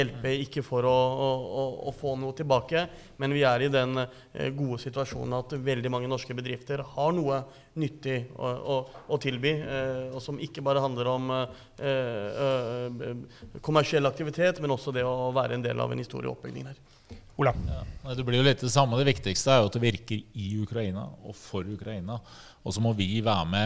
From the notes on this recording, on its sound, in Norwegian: Live fra Stortinget. Arrangerte SMB Norge et seminar på Stortinget. Dette er et live-opptak, med en politisk debatt.